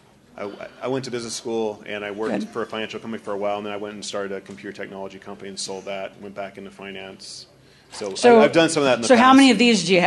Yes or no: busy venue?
yes